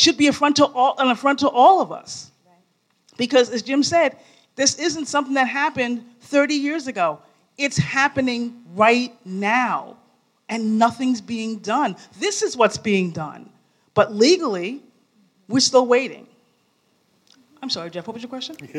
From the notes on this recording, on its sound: Bonus Live Episode. A special live episode.